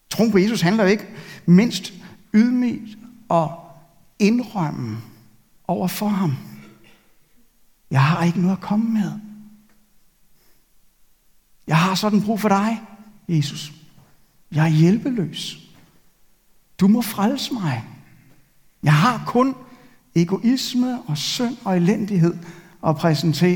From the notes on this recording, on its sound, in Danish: Denne ugentlige prædiken er optaget i Københavnerkirken.